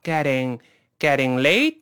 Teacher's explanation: It's getting 就正在变得，这 get 是变得的意思，中间这个 t 要浊化